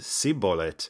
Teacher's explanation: Ephraimites had a little bit of an impediment around the sh sound. They said sibolet